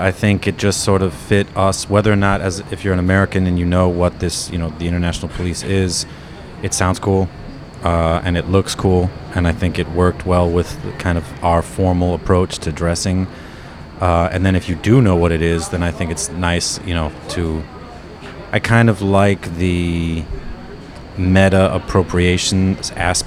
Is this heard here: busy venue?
yes